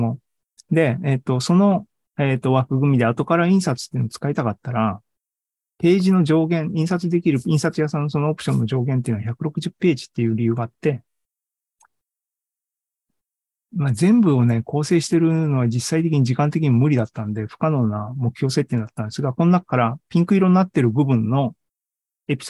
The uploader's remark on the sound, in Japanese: ２０２３年５月３１日に開催した ZOOMライブの模様です。